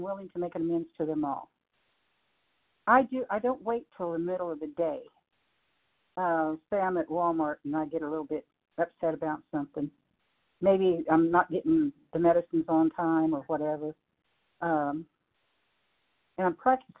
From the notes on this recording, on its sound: 100 Pounders Phone Meeting, 12/23/23